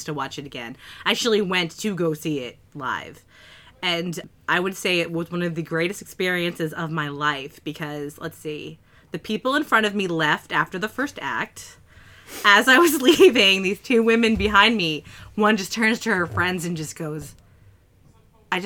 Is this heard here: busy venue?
no